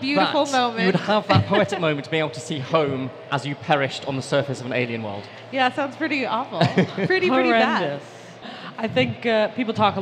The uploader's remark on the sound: In a special bonus edition of Dead Planets Society, recorded on stage in front of an audience at New Scientist Live.